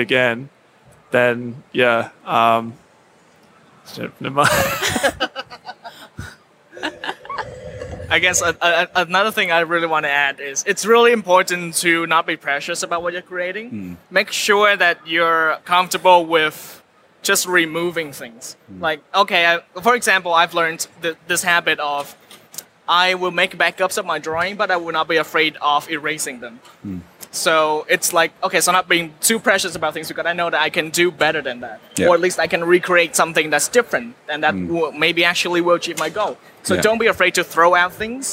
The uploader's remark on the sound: Live at Oz Comic Con 2017. Join us for this extended live episode.